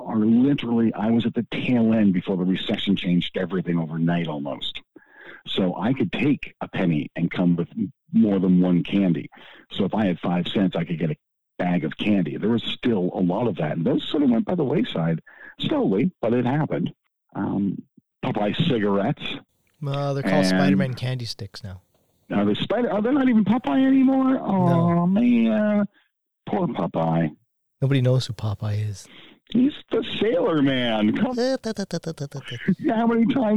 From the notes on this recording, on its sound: I apologize on the guest's voice quality as it was done over the phone.